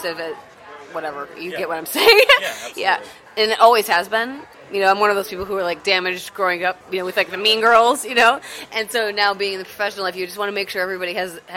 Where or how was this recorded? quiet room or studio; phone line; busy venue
busy venue